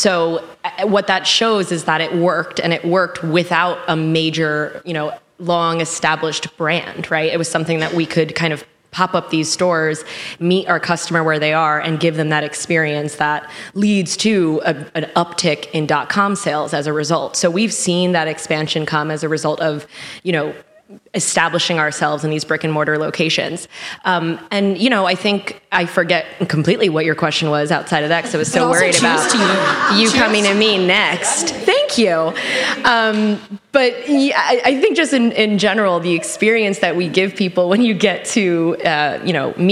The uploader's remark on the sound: LIVE Recording